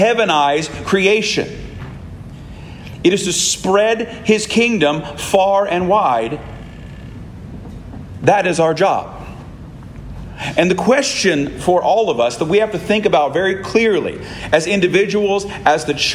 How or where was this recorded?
large echoing room